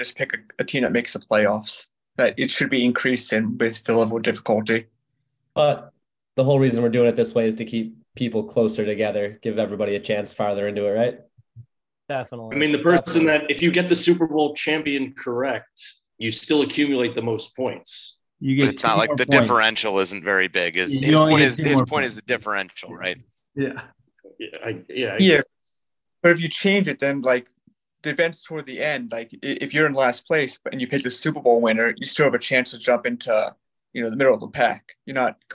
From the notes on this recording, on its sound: All 12 teams are in attendance for the zoom meeting